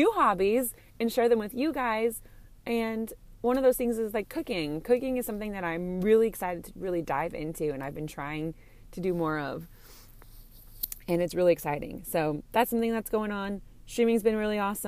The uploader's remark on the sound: In the Car episode.